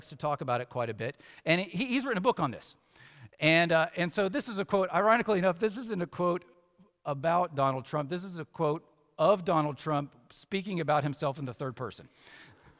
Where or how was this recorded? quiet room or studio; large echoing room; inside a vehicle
large echoing room